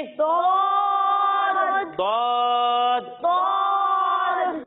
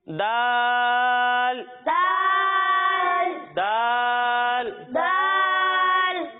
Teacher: جب ہم دوت کی ادائیگی کریں گے تو اسے ہم موٹا کر کر پڑھیں گے اور جب ہم دال کی ادائیگی کریں گے تو اسے ہم باریک پڑھیں گے یعنی اسے ہم پڑھیں گے دوت آپ بھی میرے ساتھ مل کر پڑھئے دوت دوت دوت اور جب ہم اس حرف کی ادائیگی کریں گے تو اسے ہم اس طرح پڑھیں گے، یعنی دال دال دال دال.